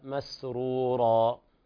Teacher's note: الراء تفخم باتفاق القراء، كذلك ورش عنده تفخيم لا يرقق هذا.